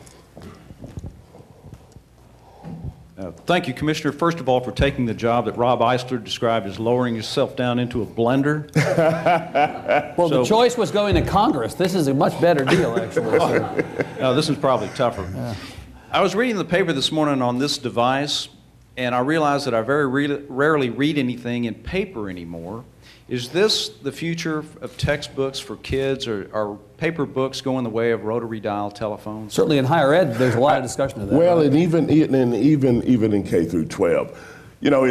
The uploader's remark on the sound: This event was recorded before a live audience in Austin. TribLives feature moderated discussion with our honored guests followed by questions from the audience.